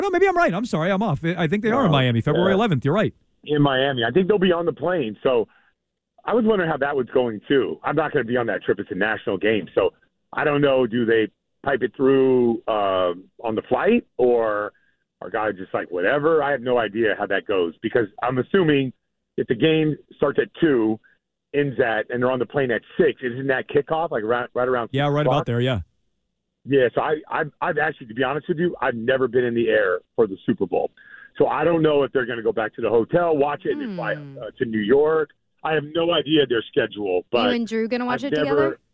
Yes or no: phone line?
yes